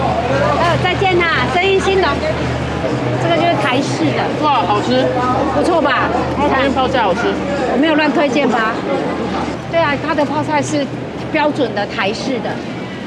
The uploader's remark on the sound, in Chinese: 高雄萬坪自由黃昏市場。現場採買並收音。